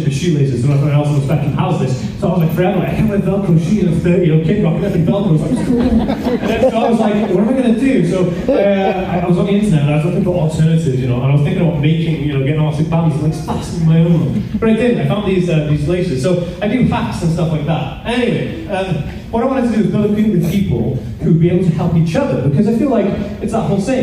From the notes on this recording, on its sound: This was taken from a live talk I did for the Autism Directory in Wales.